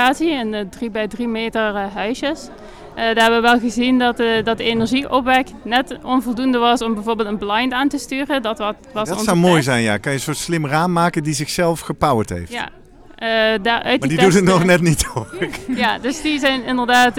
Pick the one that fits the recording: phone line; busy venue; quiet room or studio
busy venue